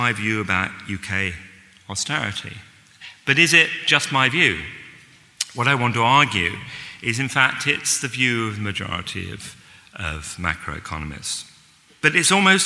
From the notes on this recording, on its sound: This week, we bring you a recording of this year's New Statesman and Speri prize lecture.